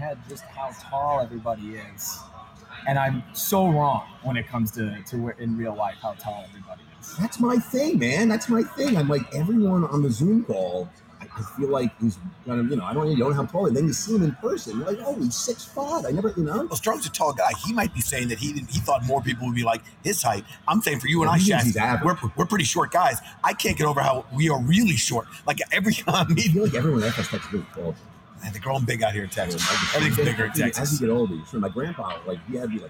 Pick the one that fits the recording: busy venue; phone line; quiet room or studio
busy venue